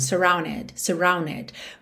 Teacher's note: Ou surrounded, surrounded, que é o que a gente tem na música, que seria aí uma variação para falar mais rápido, especialmente no inglês americano, o britânico não costuma fazer essa variação, que é quando eu omito o D e junto no N, para ganhar mais ligação.